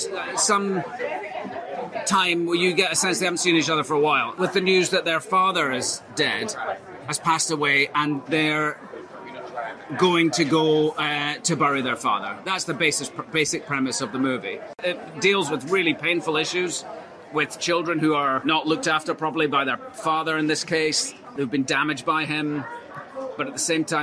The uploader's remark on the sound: We were at the premiere of Raymond & Ray at the Toronto International Film Festival to speak to the cast about this tragic but humorous film.